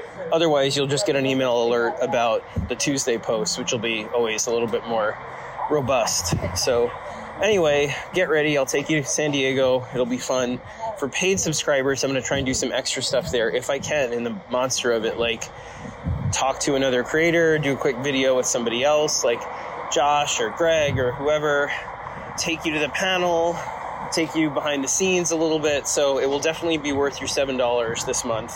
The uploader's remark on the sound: You're gonna have to forgive the noise. I am officially stuck in Seattle.